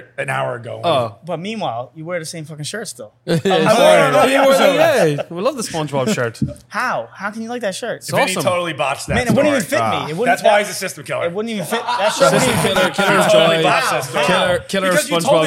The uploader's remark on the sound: bar "Archie Grand"